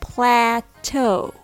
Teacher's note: Emphasize the second syllable, toe, to get the stress right.